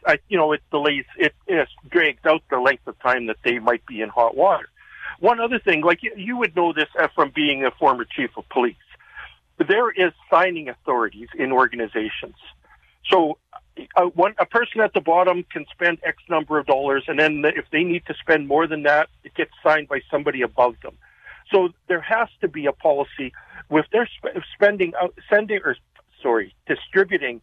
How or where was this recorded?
phone line